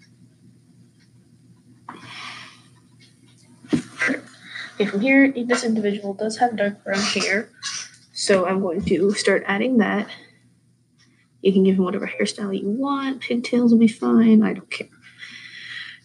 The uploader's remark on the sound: I choked on an apple before filming and so the microphone decided to pick up on my unnecessary breathing constantly.